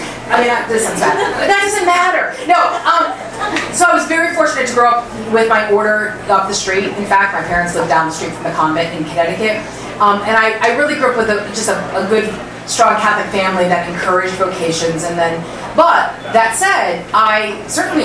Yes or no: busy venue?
yes